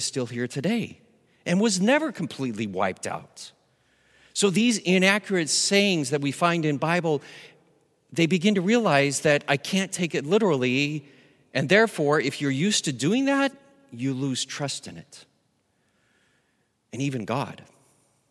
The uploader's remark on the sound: Recorded live at Beatitudes Church in Phoenix, AZ.